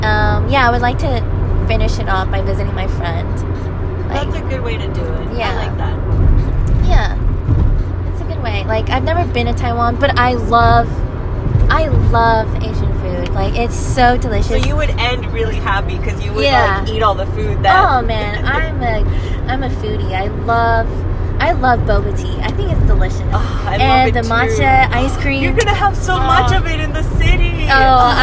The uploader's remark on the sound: Driving to the city and talking about travel plans, what could happen?